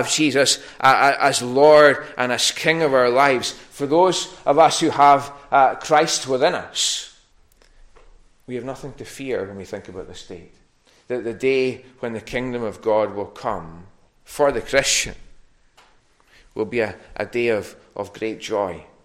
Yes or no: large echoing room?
yes